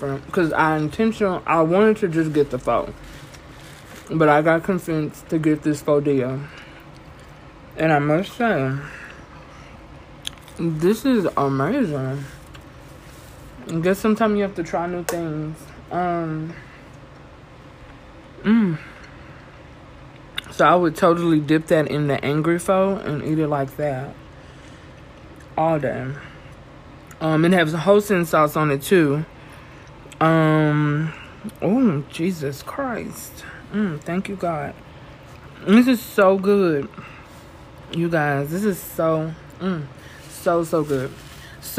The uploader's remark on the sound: PS: I had no idea how to work the a/c in here! There is background noise.